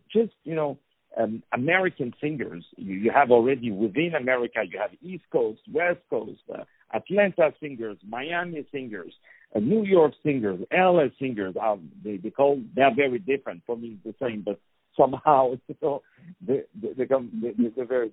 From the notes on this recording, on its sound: On the phone